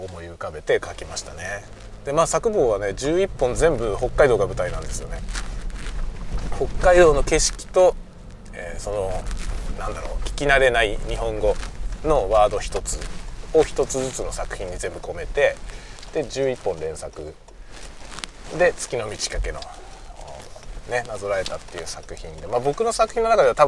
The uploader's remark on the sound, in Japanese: 祝日ということで昼ごはんを買いがてらホームセンターへ行くことに。その道中運転しながらの収録です。運転中。